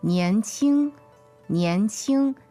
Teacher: second tone and first tone